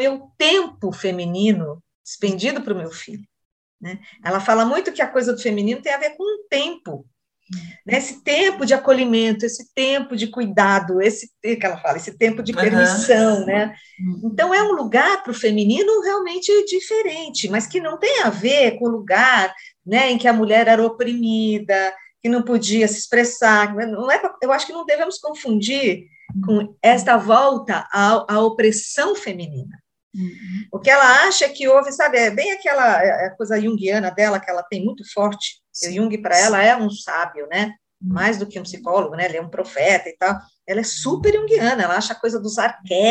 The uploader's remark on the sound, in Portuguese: nós realizamos um encontro on-line